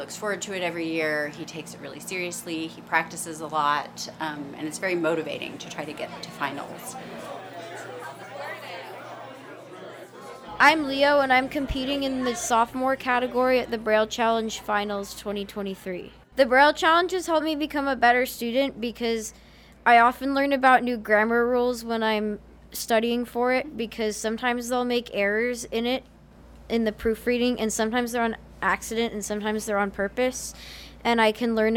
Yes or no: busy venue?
yes